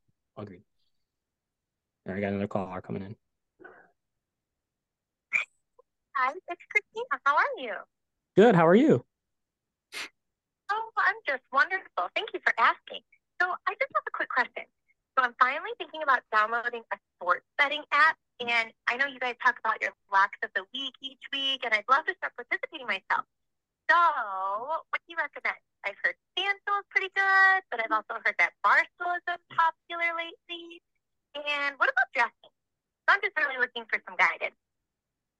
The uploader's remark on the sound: all the viewers that called